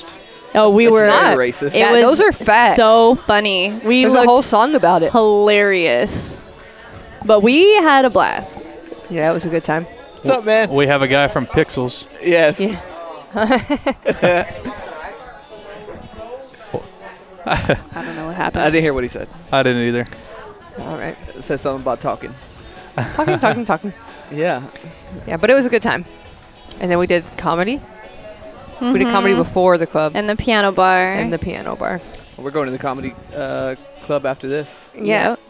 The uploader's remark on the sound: Day 2 of podcasting on the Vista Carnival cruise ship. Another short podcast from the ship with plenty of laughs.